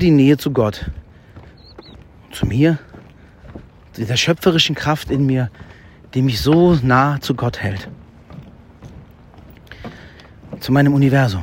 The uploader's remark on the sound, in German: Live vom Jakobsweg